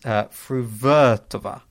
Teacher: with the stress on the second syllable, the to being short like toggle, and the var being long